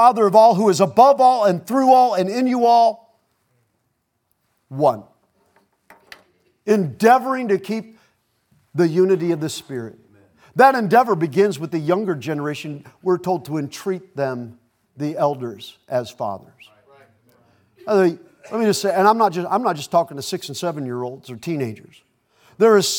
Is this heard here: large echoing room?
yes